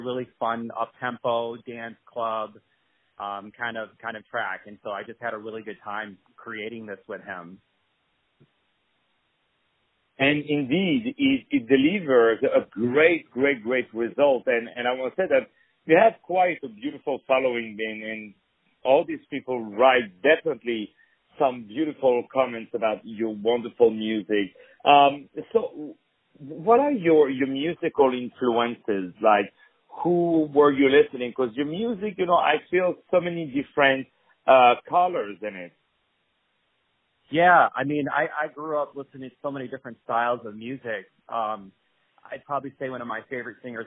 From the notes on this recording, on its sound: On the phone